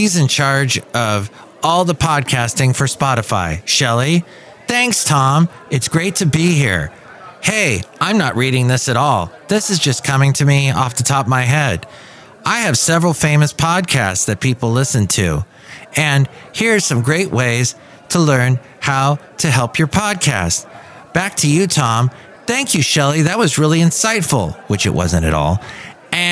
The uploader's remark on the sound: Podcasts live from Café Anyway.